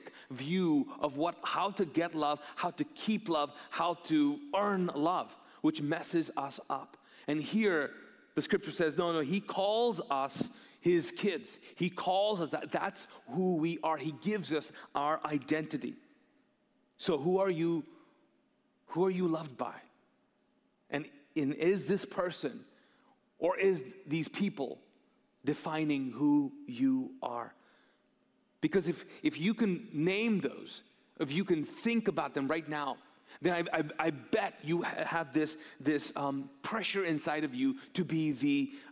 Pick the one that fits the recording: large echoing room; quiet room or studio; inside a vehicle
large echoing room